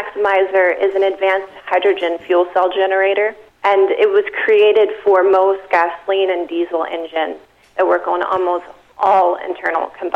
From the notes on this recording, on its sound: called in to SmallCapVoice.